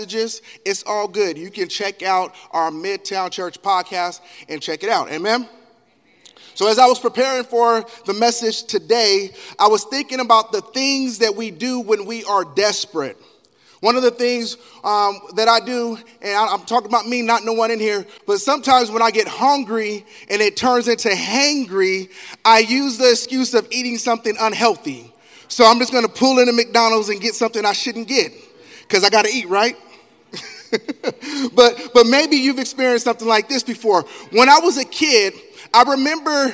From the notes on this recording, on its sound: Elk Grove. Live Recording: 2/25/2024 - 10:30am Service.